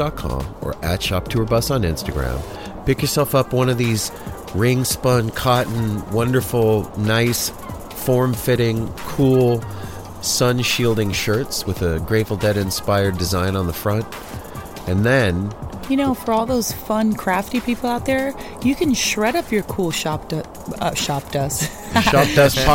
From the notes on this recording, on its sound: Taking The Trip To Skull & Roses Festival. This is an audio documentary of our experience at this historic and incredible festival. A short backstage interview.